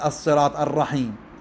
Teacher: هاي الشدة مال اللام التي لا تلفظ، إدغام